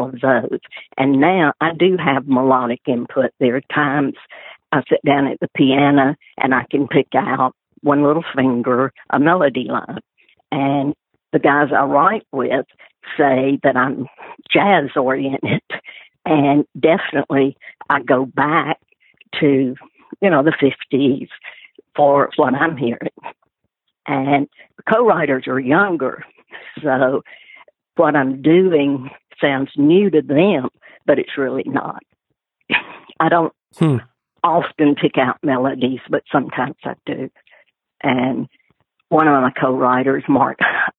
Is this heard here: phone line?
yes